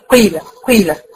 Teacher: الياء المشمة بصوت الواو